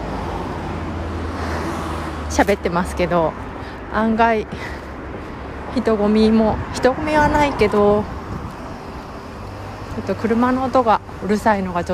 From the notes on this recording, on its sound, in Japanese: 歩きながら